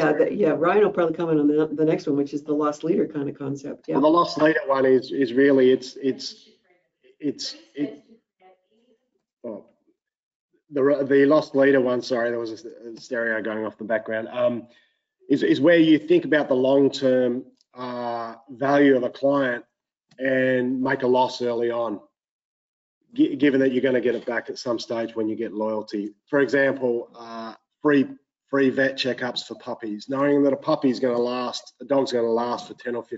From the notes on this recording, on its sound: Listen to the recording of the online event.